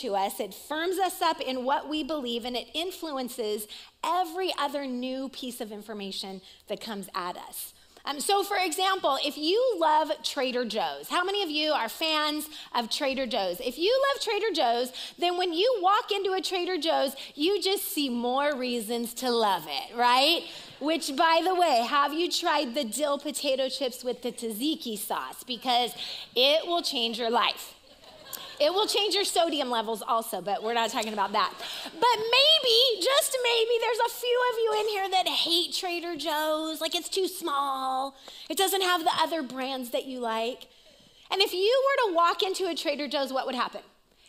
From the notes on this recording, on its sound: Recorded live at CrossWinds Church on Feb 25th, 2024